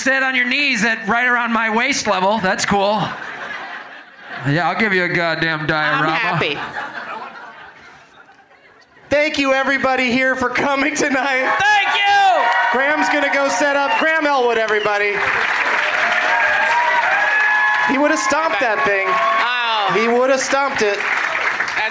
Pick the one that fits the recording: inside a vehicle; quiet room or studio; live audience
live audience